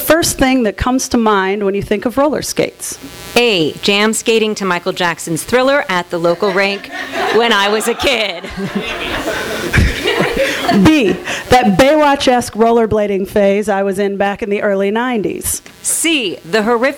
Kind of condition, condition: setting, live audience